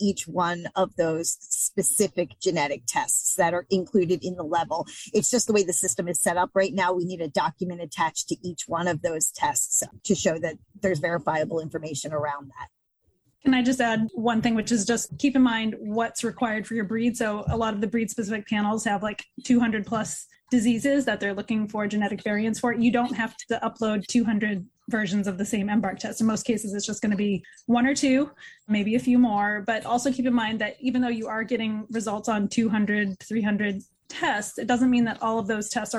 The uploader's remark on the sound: The audio for this podcast episode was taken from a recent Good Breeder Webinar.